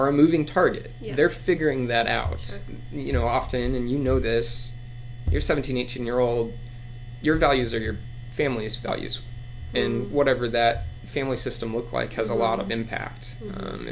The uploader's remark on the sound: Please bear with us as our audio quality was slightly hampered thanks to AC buzz.